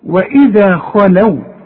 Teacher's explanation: شفت بقى الخاء المفخمة وبعدها لام مرققة